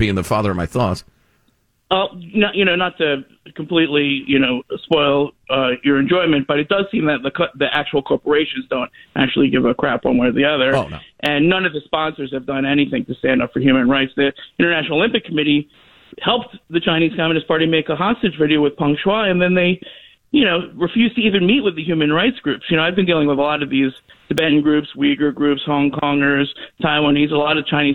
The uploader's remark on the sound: joins the show via telephone